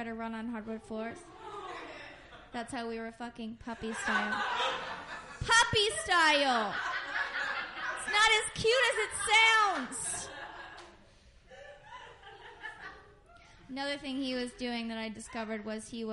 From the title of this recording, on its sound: Live at Brody Theater